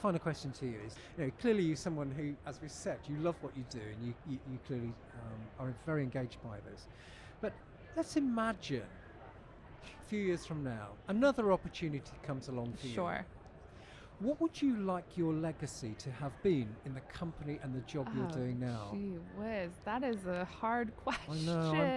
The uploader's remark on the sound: Recorded live in the heart of New York City during NRF 2023.